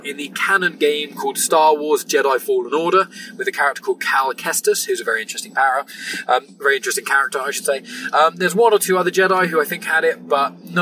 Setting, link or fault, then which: setting, inside a vehicle